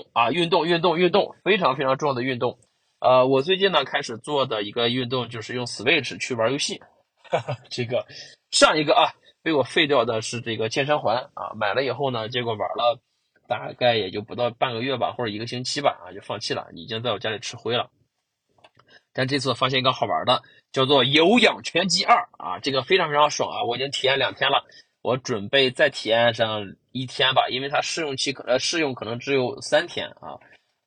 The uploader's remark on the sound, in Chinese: 车还没有熄火啊，对，我在车里等。所以说这次音质应该会比我之前的音质稍微的拆一丢丢啊